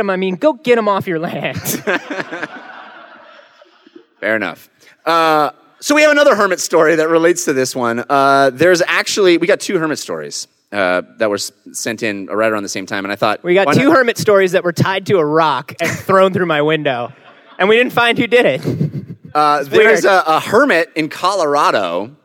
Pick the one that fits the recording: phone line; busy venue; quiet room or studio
busy venue